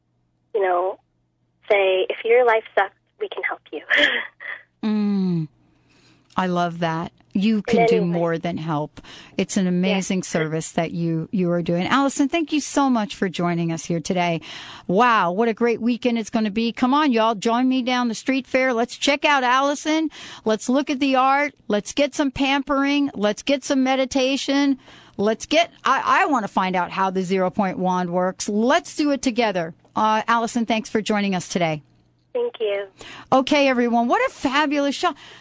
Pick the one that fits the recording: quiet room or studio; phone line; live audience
phone line